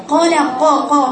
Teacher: ارتفع أقصى لساني، قا قا يرتفع ويقفل كده، ما يبقاش فيه هوا معك · Term: قاف مفتوح